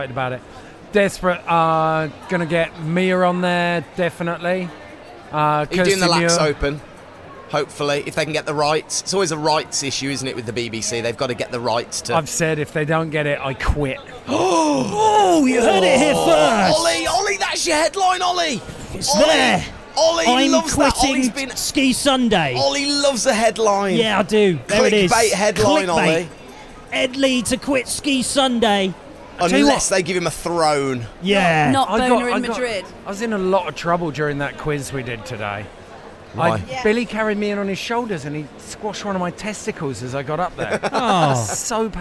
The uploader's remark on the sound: LIVE at the Snow Show